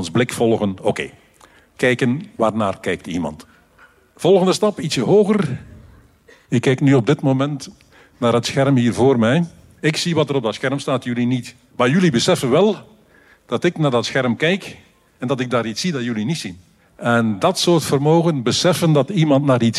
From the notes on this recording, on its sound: Bits & Atomen stond vorig weekend live op Nerdland. Dit is de captatie van dat optreden.